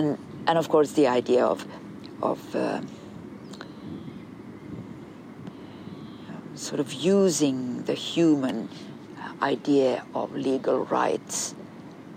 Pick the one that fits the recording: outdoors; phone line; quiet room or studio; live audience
outdoors